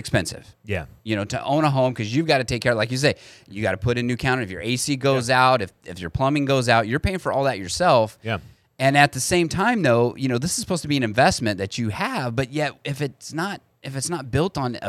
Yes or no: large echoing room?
no